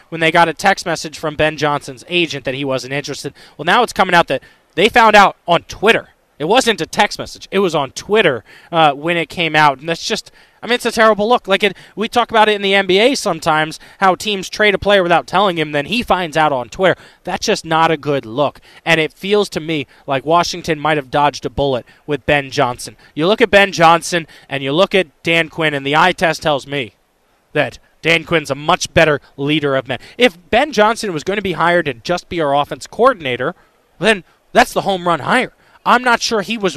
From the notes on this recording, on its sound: The conversation continues as we get more callers. Live from Radio Row.